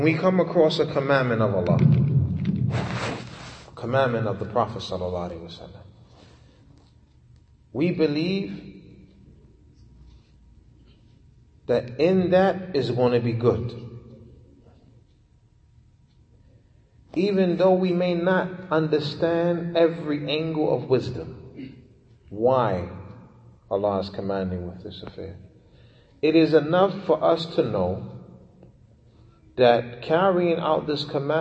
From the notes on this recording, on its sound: Lecture given at Masjid Nur Allah, Queens, Ny